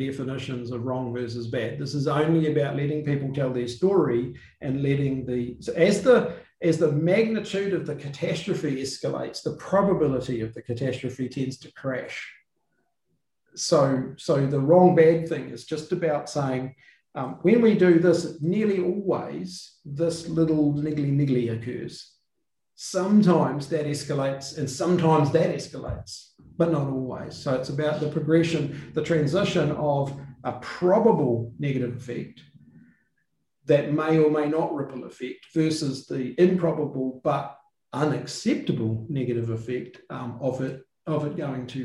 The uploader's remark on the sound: The episode was a live webinar with a select group of listeners, so includes the question and answer section of the webinar.